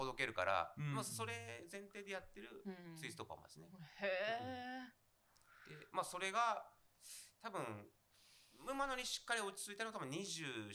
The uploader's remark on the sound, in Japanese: はじめてのオフライン収録につき、音声が小さめです。ごめんなさい！！